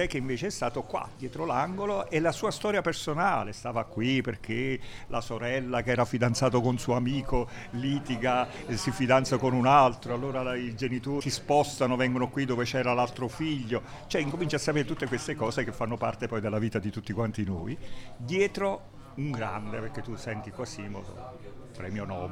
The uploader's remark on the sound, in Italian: Il risultato delle registrazioni audio realizzate nel Bar Piazzutta nell’omonimo quartiere goriziano.